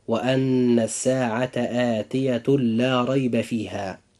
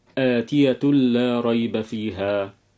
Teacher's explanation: إدغام بغير غنة، حيث يأتي التنوين بعده حرف اللام